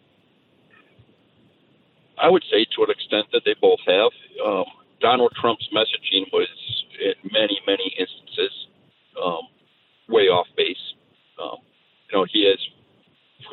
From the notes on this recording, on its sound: Called in to my SiriusXM program. These people who are listening and feel compelled to call in and argue.